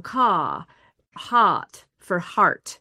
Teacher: Those R's get dropped. · Term: non-rhotic